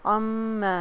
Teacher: میم مشدد میں غنا، دو حرکہ ہولڈ کیجئے، میم کے ساتھ الف مد طبیعی اس کو بھی پڑھیے.